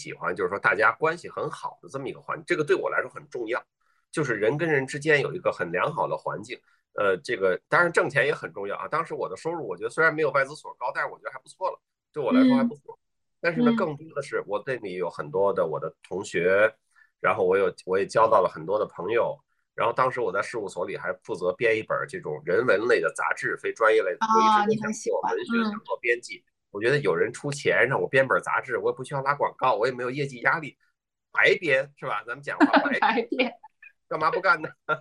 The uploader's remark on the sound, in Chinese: 这一期的播客，我们录制的比较早，也因为疫情缘故，不能在线下录，所以就和我们的嘉宾在线上约了一次对谈。